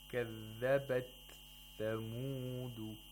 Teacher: we have to make sure that the ta is heard clearly. Without qalqala.